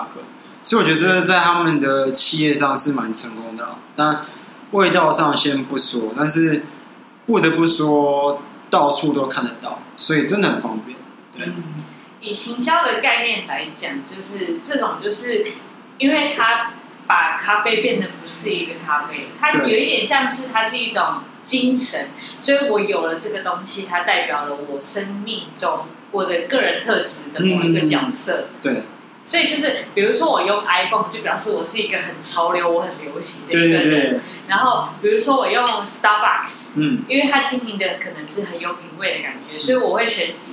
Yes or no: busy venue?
yes